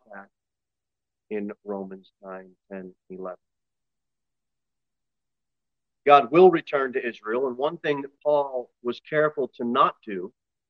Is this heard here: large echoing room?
yes